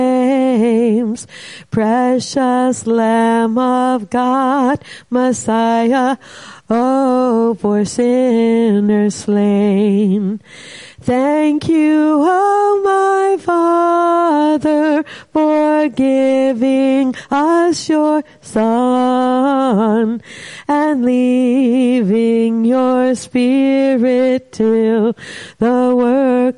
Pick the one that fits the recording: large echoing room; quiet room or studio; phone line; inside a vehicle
large echoing room